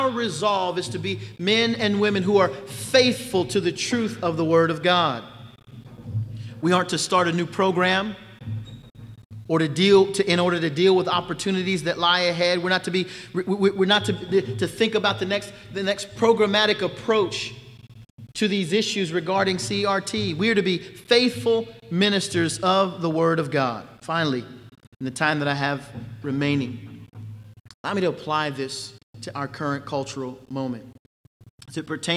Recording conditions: live audience